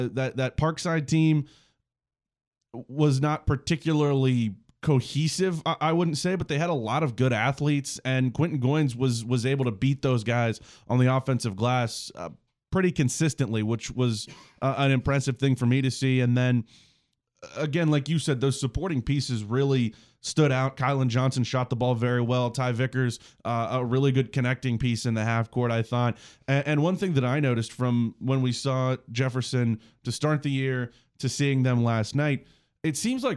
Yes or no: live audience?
no